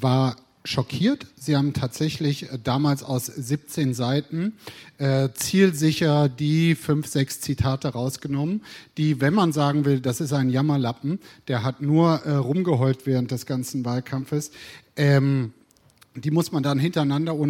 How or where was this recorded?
busy venue